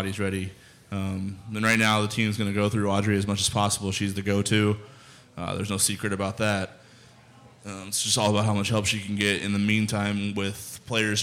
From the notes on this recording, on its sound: LIVE from Scriptown Brewing in Omaha!